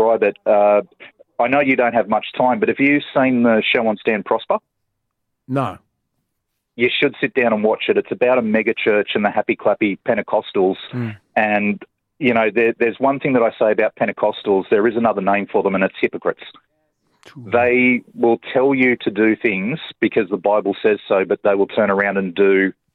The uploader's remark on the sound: the good Reverend phone